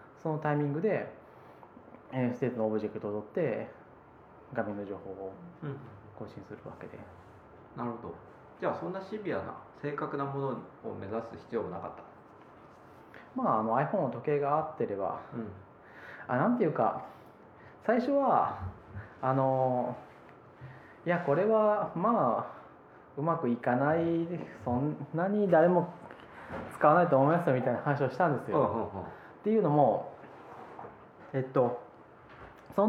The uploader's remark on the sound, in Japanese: レコーダーの問題で謎のノイズが乗ってしまったので、ひどい部分半分ぐらいカットになってしまいました + 音質が少し悪くなっています